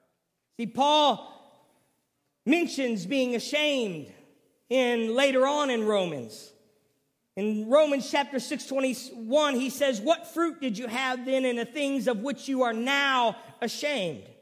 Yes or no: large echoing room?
yes